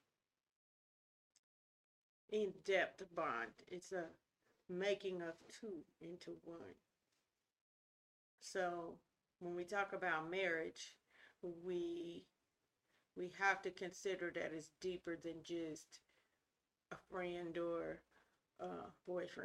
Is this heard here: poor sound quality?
yes